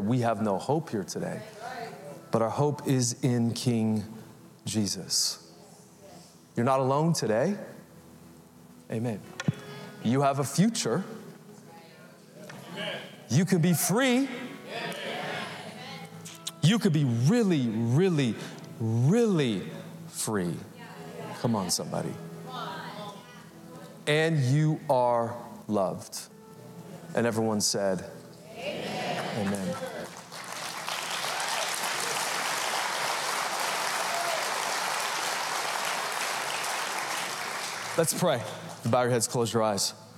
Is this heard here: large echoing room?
yes